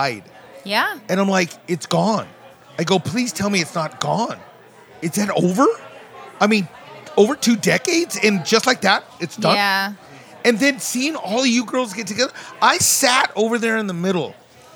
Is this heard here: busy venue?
yes